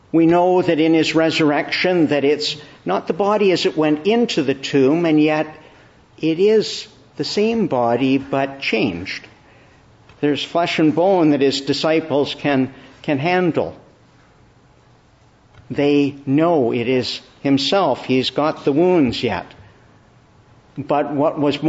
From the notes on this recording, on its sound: Evening Service. Preached in the Church of the Annunciation of the Blessed Virgin Mary.